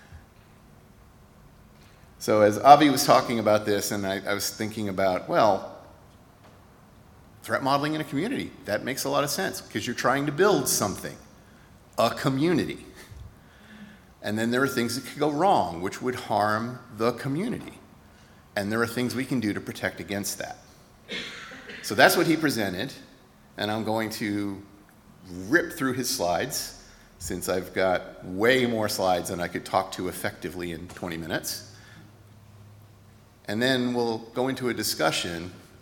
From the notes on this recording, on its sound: Recorded at Auckland Unitarian Church 4th February 2024